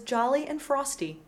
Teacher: a neutral, unstressed I sound · But when we sing, the final Y sound is somewhere between a closed and an open I. We find this phenomenon again in the words jolly and frosty. · Term: shwi